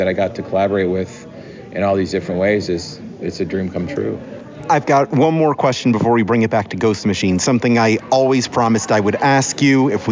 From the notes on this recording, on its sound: comes to you straight from New York Comic Con 2023